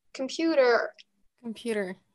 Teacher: все эти гласные, они теряют свое звучание из алфавита и превращаются вот в этот шва